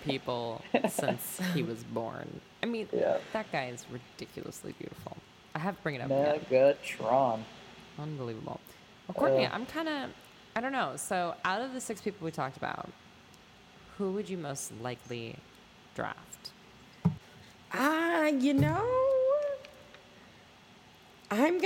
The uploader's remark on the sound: All while trying to work out the kinks in our mics.